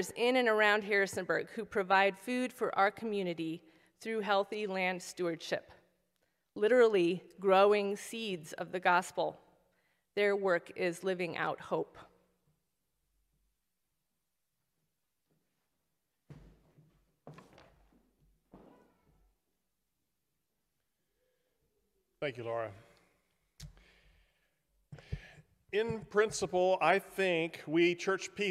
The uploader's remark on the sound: preaches at a Park View Mennonite Sunday morning service